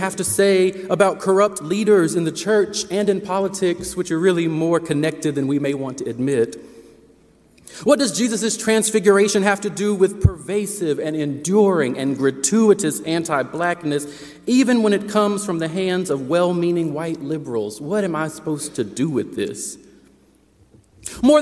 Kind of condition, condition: setting, large echoing room